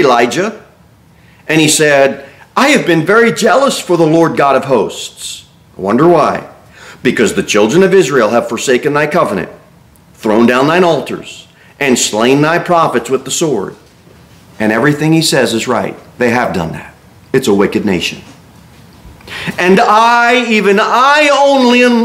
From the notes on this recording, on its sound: Sermon delivered at Pilgrim Baptist Church on Sunday, October 29, 2023, at 11-15 am. Cookeville, TN 38501.